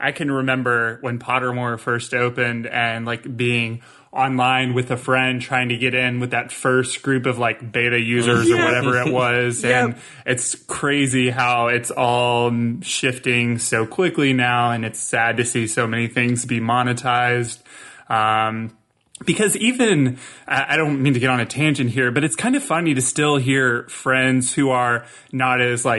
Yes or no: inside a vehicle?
no